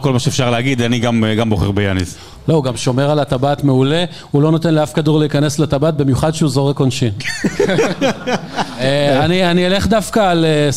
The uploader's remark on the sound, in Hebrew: הוקלט בלייב במפגש מאזינים בבר "הנסיך" בת"א!